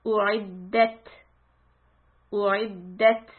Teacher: For the ta sukun, push the air out between your teeth. We call it hems. And there's this burst of air.